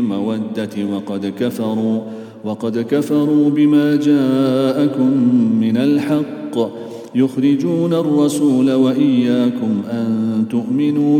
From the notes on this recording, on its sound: at the Houghton Masjid (West Street)